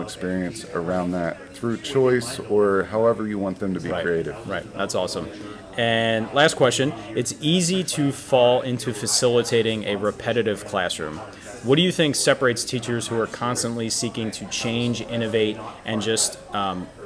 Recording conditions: busy venue